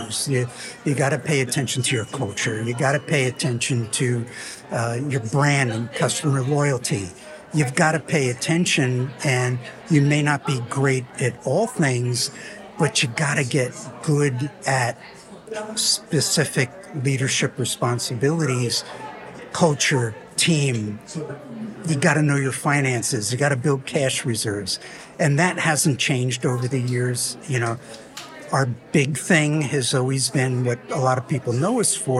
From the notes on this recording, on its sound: Live From Strategies TBX23. The Strategies Team-Based Experience 2023 event.